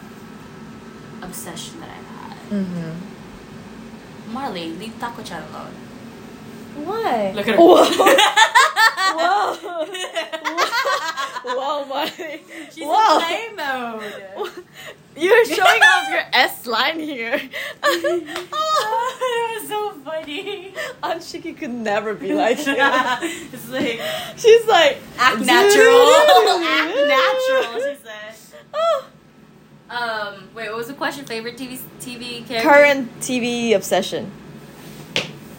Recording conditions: background noise